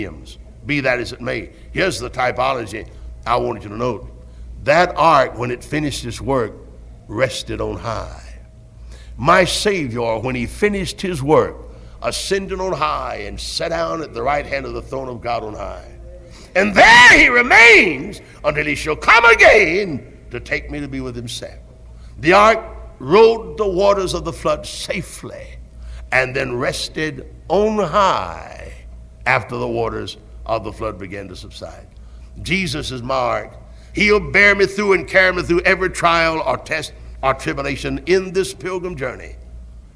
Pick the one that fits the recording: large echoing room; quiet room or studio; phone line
large echoing room